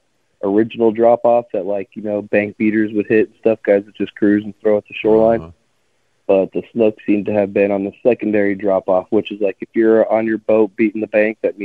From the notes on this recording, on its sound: Takes a few phone calls from the sickos.